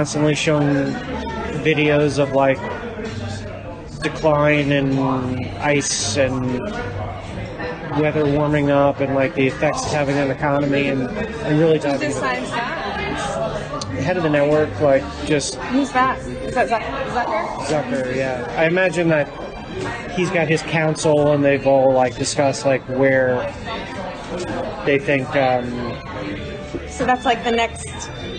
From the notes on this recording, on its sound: Apologies for technical difficulties yet again